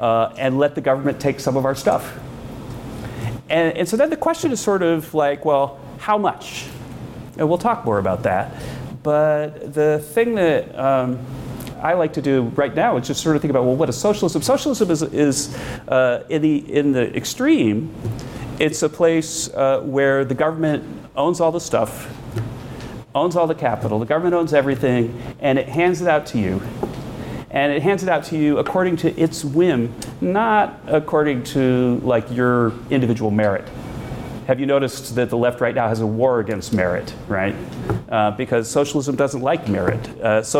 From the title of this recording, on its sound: Live Event